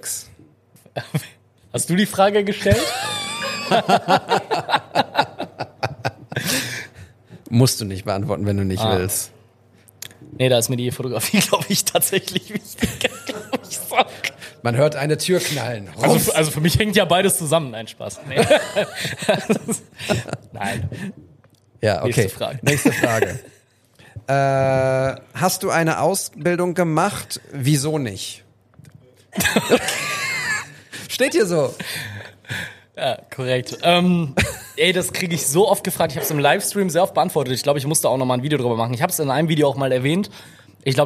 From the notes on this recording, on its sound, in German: Unser zweiter Live-Podcast vor Publikum!